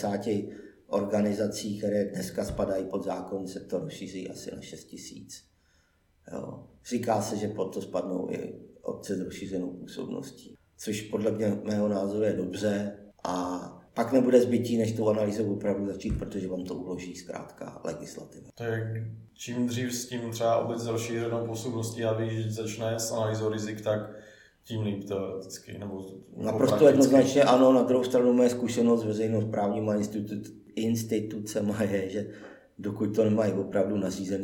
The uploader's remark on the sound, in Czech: Omlouváme se za kvalitu zvuku, za naším hostem jsme cestovali, a tudíž nebylo využito kybez studio.